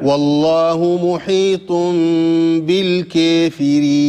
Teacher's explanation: إمالة رهيبة مش تجيبها زي كسرة